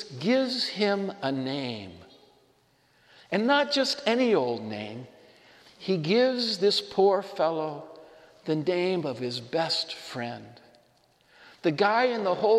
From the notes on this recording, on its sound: This homily was shared at Sacred Heart Church in Othello, Washington.